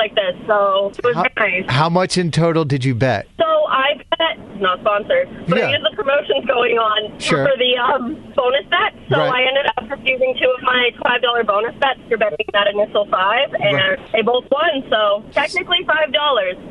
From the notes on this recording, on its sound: Listeners called in to tell us